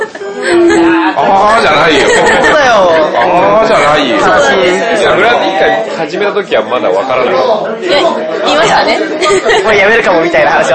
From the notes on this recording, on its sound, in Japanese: 雑音多めなので要注意でございます。